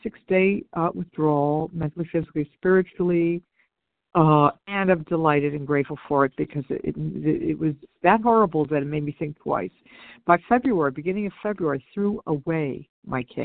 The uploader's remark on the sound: 100 Pounders Phone Meeting.